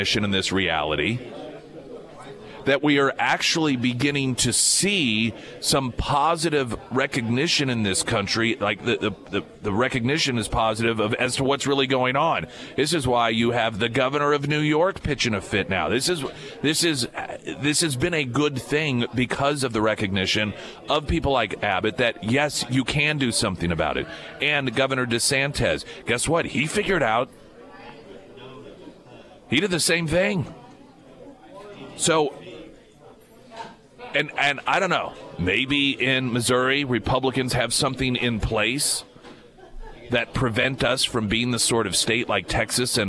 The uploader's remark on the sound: Live at Scramblers Diner for the Friday Road Show.